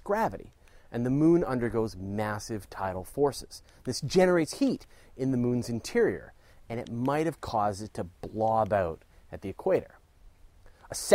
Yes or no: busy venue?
no